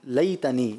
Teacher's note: تو یہ لین ہے بیٹے، اس کو زیادہ لمبا نہیں کرتے